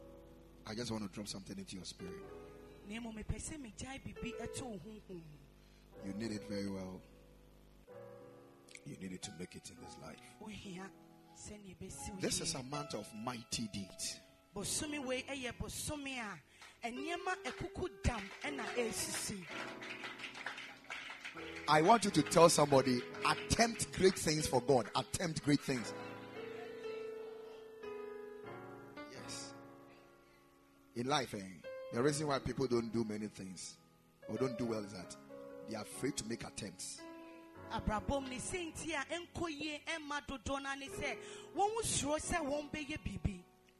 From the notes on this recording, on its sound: Preached at the Ekklesia Chapel